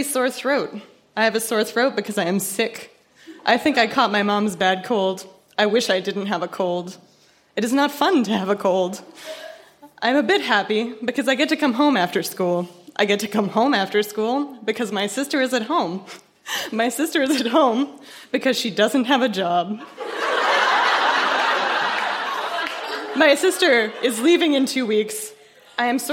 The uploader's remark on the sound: Recorded live at the Black Knight in Yellowknife.